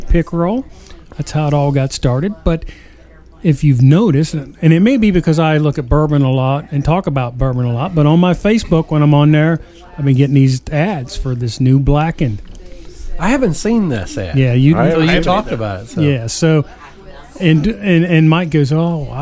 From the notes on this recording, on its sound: Recorded with a Live Audience at “The Rusted Nail Speakeasy”!